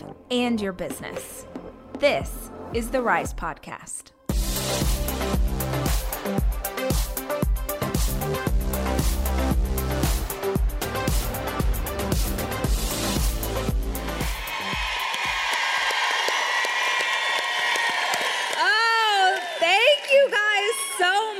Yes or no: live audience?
yes